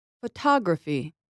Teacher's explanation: in the word photography, I stressed the second vowel, ah. I said it louder and longer than the other vowels. · Term: primary stress